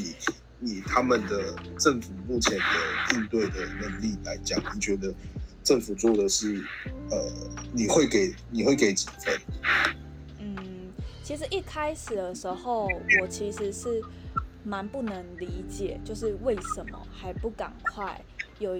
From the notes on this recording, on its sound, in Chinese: 因為疫情的關係，我們三個都在家裡用線上通話的方式錄音。有一些不清楚或雜訊的部分，還請大家多多包涵見諒。